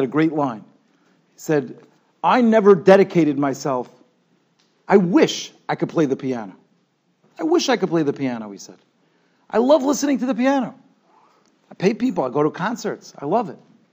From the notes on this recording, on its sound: Shiur recorded in Yeshivas Ohr Reuven, Monsey, NY.